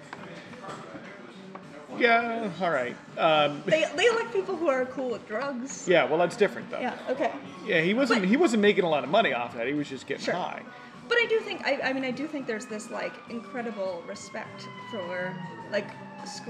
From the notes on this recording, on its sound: recorded from a bar in Chicago’s Lakeview neighborhood